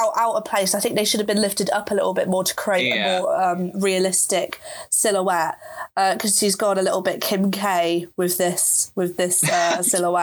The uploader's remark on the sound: Despite the quarantine going. Even with a lack of proper recording tech.